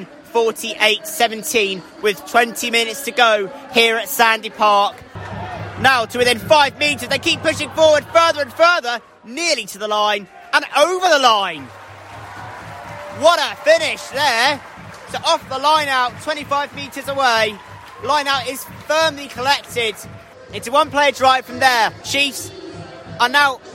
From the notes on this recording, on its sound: live from Sandy Park!